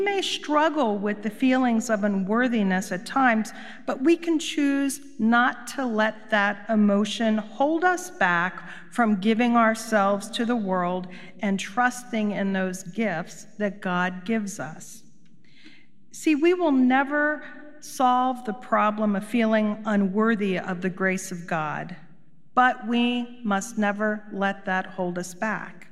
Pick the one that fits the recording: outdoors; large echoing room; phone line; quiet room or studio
large echoing room